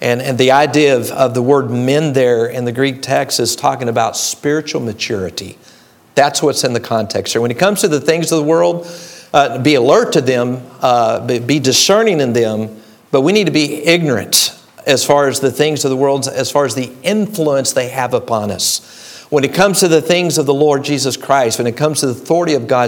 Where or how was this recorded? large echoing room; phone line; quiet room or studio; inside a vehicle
large echoing room